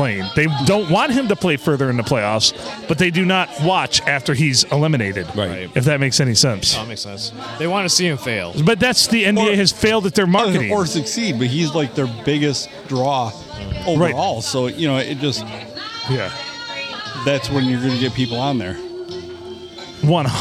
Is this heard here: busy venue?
yes